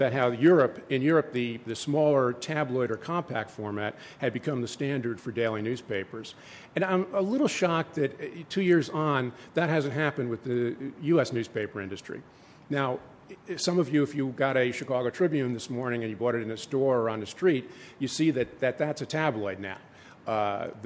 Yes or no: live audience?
yes